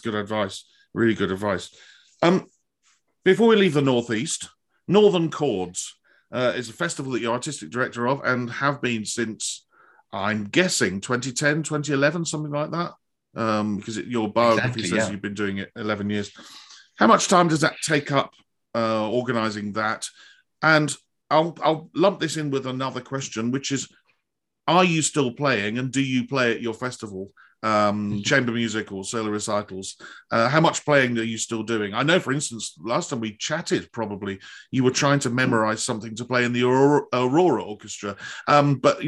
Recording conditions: video call